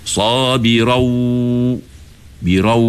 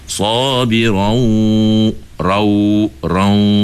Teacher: Tapi kalau baca sabirau birau, itu suara mulut. Kalau suara hidung sabirau rau rau.